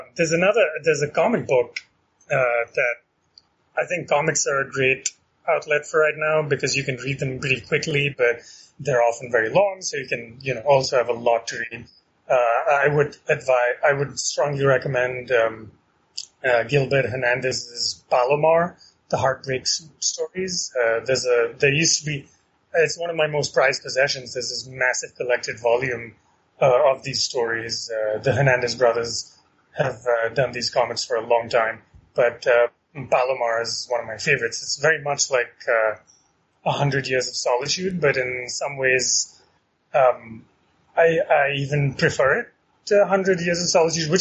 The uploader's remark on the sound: fires up Skype and points it towards Kolkata